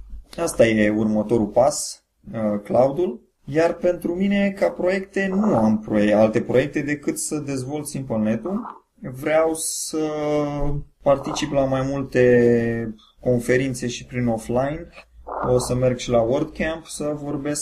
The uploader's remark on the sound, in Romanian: Primul episod a venit marcat de probleme tehnice (din partea mea)